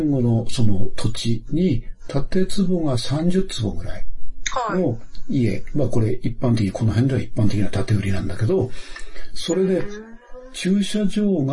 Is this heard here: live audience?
no